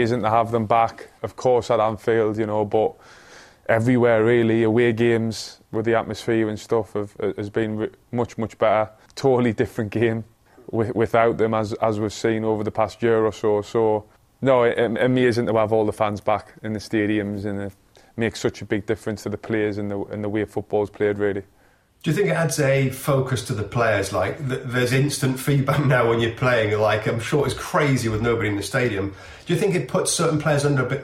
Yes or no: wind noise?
no